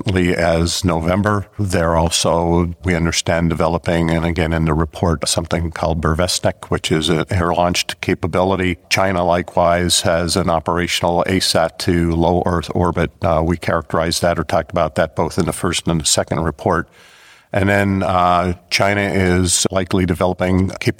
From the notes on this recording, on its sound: All the interviews in the PSSI Space Security Mini-Series were conducted during the 6th PSSI Space Security Conference , held in Prague, at the Czernin Palace. All the interviews in the PSSI Space Security Mini-Series were conducted during the 6th PSSI Space Security Conference , held in Prague, at the Czernin Palace, the headquarters of the Czech Ministry of Foreign Affairs.